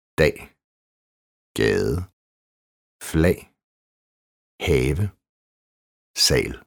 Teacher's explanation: Langt A. Lukket A-lyd, som ofte opfattes som typisk dansk. På dansk kaldes den et flat A. Dannes længere fremme i munden end kort A-lyd. Kan minde om det svenske A.